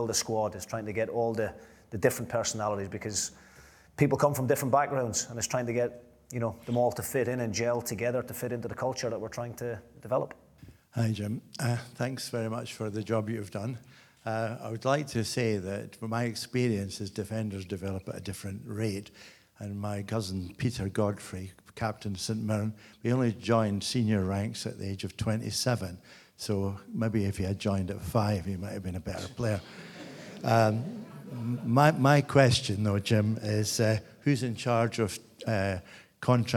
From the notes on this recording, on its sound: A live Q & A event. At DC Thomson HQ in Dundee.